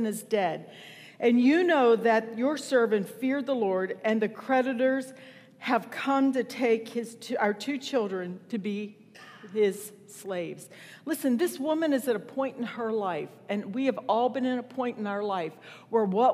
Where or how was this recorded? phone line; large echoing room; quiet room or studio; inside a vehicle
large echoing room